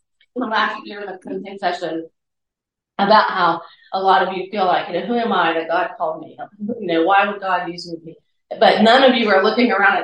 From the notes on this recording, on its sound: Sharing my message from the closing session. I’ll warn you now that the audio quality is not the best, I was emotional, and I was still recovering from a cough, so the recording is a little rough.